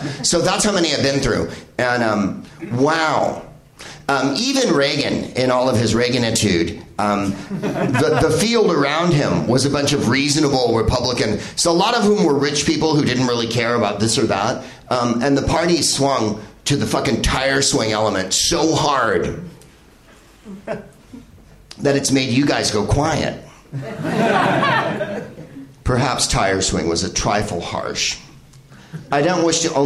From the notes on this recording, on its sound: Live from the NerdMelt Showroom in LA